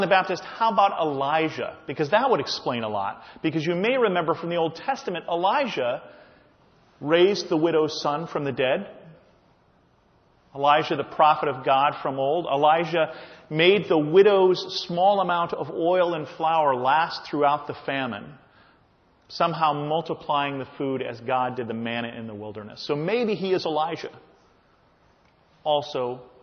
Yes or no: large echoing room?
yes